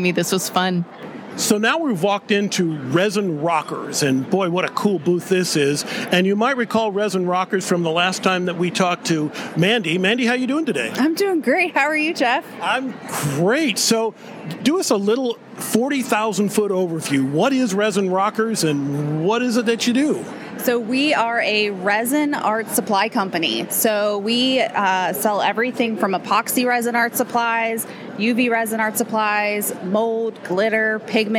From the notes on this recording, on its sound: NAMTA Trade Show Part 1. We are on the trade show floor of the 2023 National Art Materials Trade Association convention.